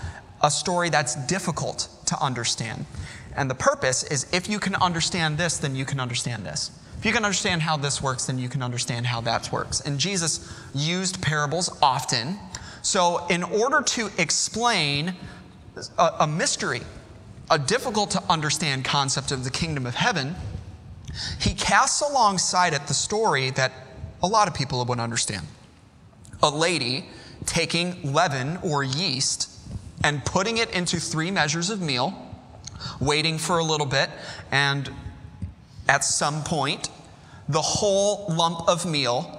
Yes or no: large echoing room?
yes